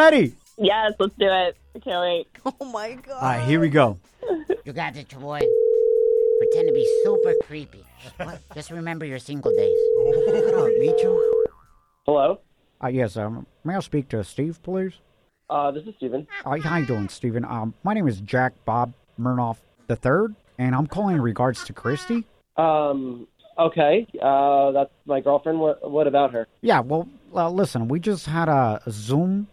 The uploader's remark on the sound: we had some cougars call